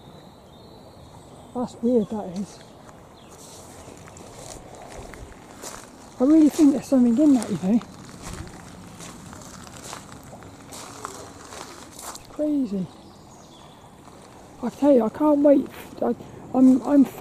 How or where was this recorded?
outdoors